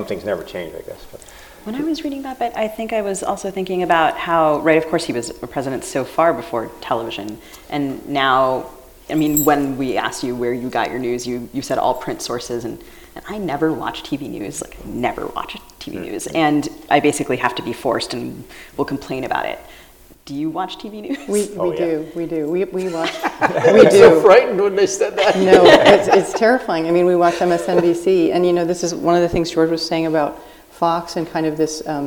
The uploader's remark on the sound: taped live at the Unbound Book Festival in Columbia, Missouri